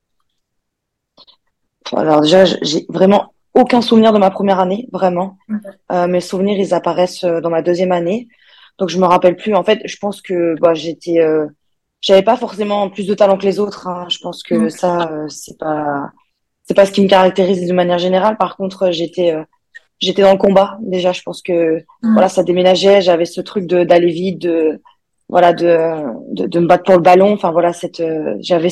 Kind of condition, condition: link, video call